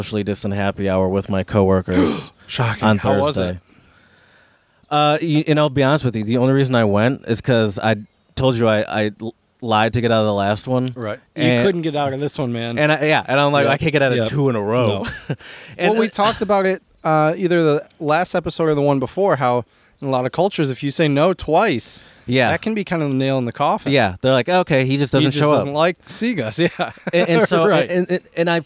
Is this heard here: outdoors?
yes